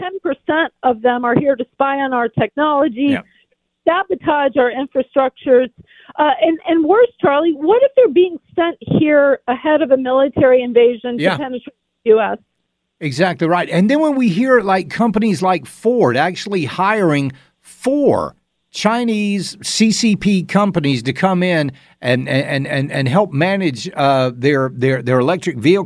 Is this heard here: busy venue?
no